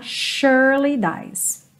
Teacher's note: Percebe que esse S do surely tem som de X